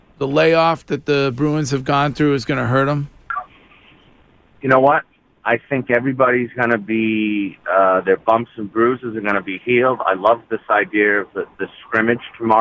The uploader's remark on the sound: makes a surprise call into the show